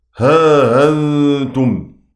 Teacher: أبو عمرو ونافع وأبو جعفر يقرؤون بتسهين الهمزة الثانية في كلمة ها أنتم